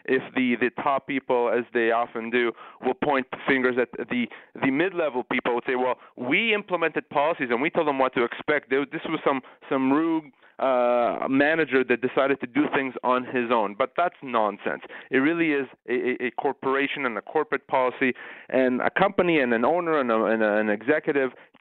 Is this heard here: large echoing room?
no